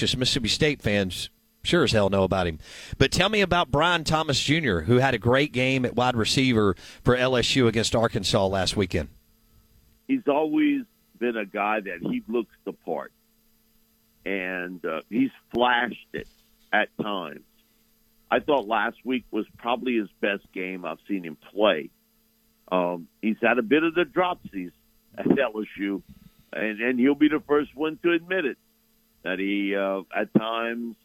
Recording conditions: phone line